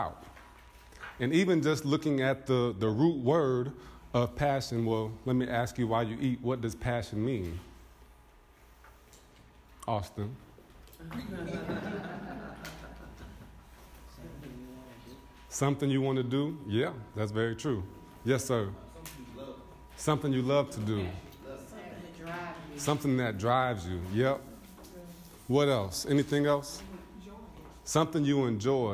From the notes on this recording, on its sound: A speech with the BBE network's annual conference.